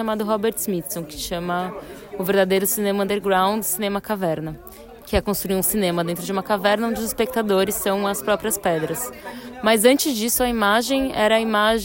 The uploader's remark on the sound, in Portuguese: Na primeira parte, direto do Festival de Cinema de Berlim